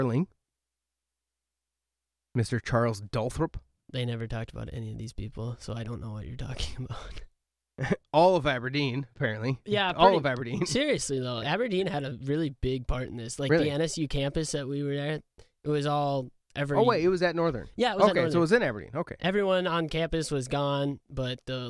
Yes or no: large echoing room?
no